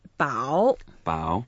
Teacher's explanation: It's a third tone. Third tone, so a bit deeper than the second tone.